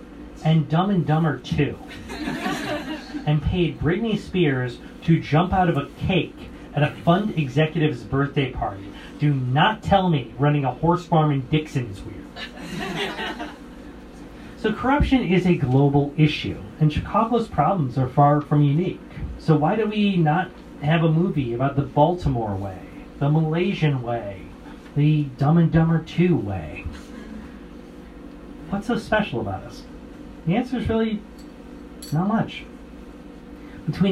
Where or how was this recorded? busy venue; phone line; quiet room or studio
busy venue